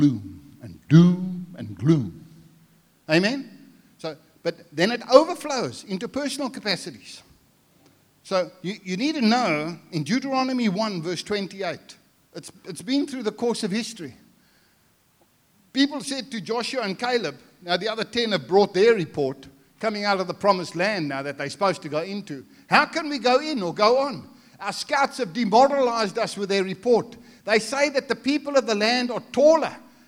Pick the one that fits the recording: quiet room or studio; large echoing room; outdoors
large echoing room